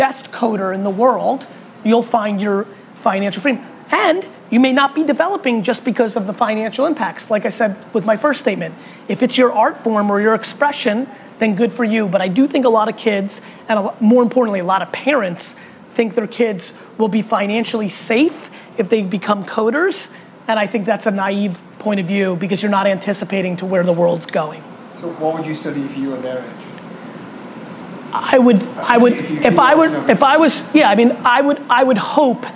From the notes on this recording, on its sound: A FIRE Q&A With Young Entrepreneurs in Hong Kong. Large Q&A with some students & young entrepreneurs in Hong Kong.